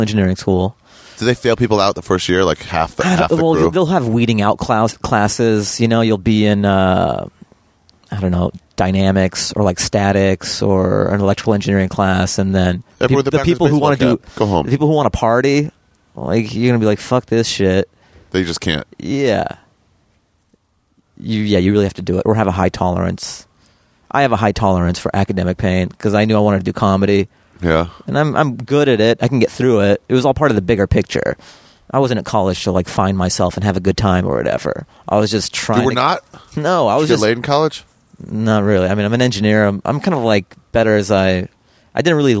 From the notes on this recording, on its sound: we sat outside